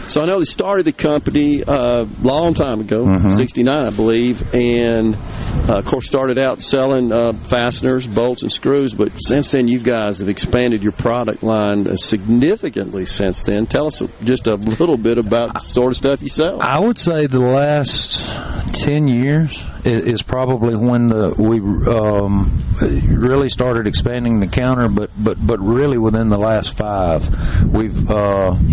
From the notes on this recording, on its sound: MidDays is LIVE from Ace Bolt & Screw in Tupelo